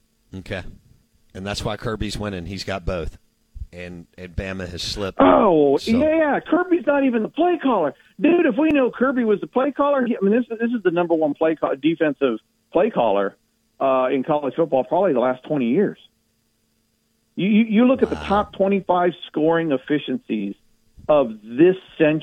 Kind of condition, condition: link, phone line